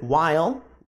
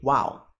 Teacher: A pronúncia aqui pode ser while, que é uma pronúncia mais completa, ou quando você fala rápido, você fala simplesmente wow.